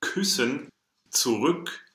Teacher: Tongue position of open capital I, lip position of open capital U. · Term: Open capital Y